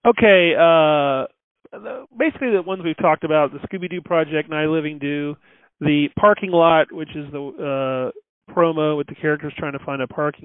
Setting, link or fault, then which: link, phone line